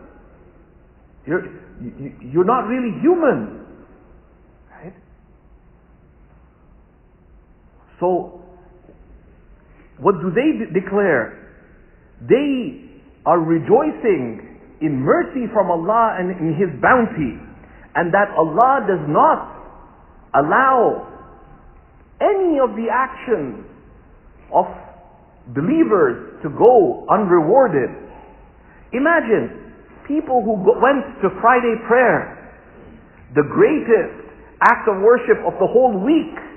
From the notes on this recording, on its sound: This talk was taken from a Friday sermon (khutba) delivered at Sayeda Khadija Centre